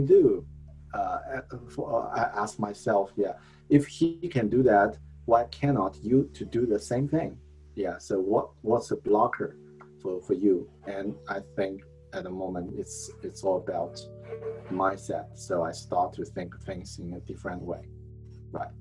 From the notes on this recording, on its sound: 本期节目是全英文的在线分享录音. This one is the audio record of an online event. The first 12 minutes of the podcast is the brief in Chinese.